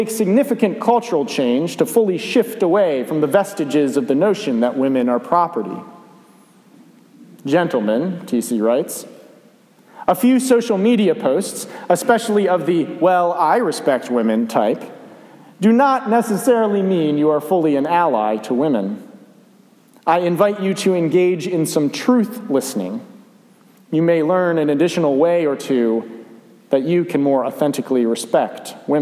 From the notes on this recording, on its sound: A sermon for the 1st Sunday of Advent. I was honored to be invited to preach at Dumbarton United Methodist Church here in Georgetown for the 1st Sunday of Advent.